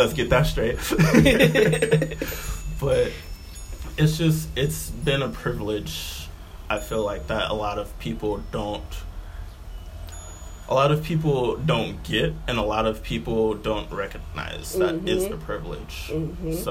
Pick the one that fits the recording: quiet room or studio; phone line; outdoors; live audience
outdoors